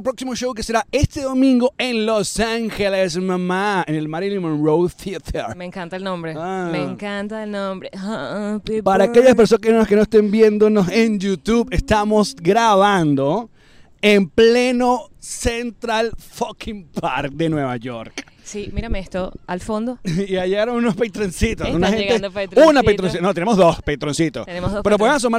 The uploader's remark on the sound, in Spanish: Directo desde el Central Park. Grabamos episodio en el mero Central Park de NY.